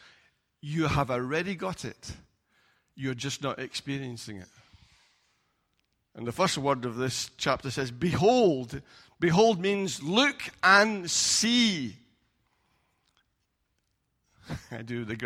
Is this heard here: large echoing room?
yes